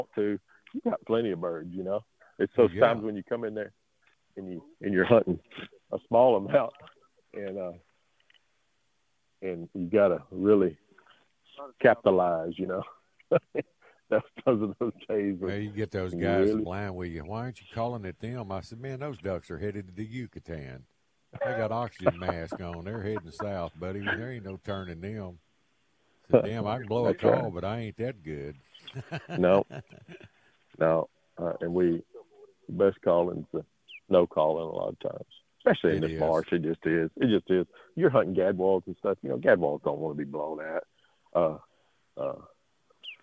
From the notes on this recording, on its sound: Live from the Blind